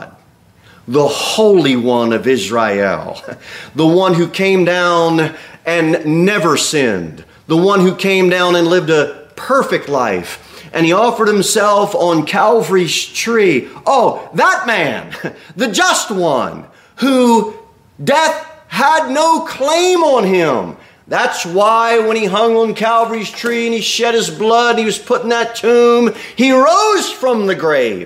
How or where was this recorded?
large echoing room